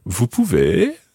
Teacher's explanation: raising your voice at the end